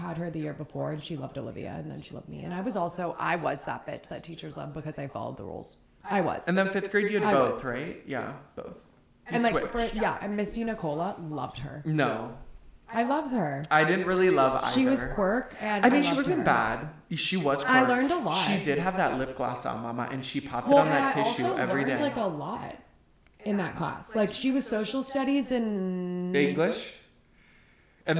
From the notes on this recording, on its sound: Echo Chamber of Introductions. Trigger Warning: ECHO... Yes, we know we are echoing literally the entire time.